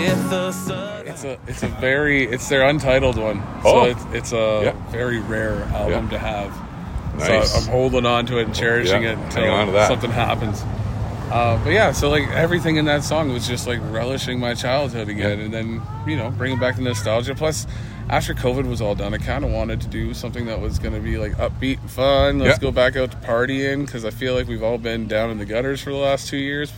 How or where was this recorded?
outdoors